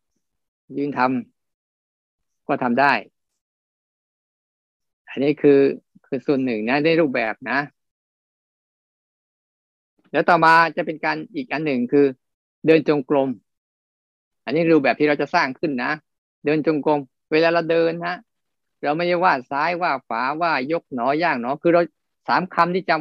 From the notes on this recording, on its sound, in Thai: คอร์สออนไลน์ (ผ่านโปรแกรม Zoom).